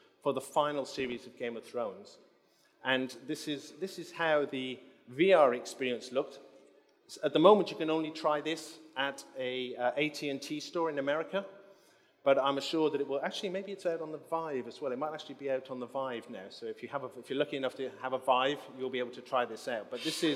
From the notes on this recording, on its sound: Recorded at New Blood Festival 2019 in London